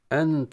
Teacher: إخفاء النون عند التاء بالغنة